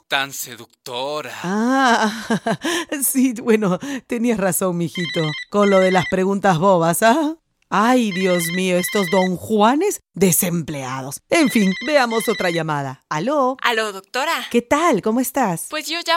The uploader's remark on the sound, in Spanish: Responde preguntas por teléfono.